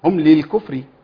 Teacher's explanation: اضغم اللام في الكاف